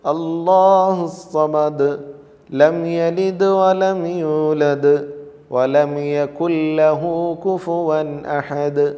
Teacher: ദാലെ കൽക്കലത്തിൻ്റെ അക്ഷരങ്ങളിൽ പെട്ടതാണ്, അവിടെ ചലനസ്വരം ആവശ്യമാണ്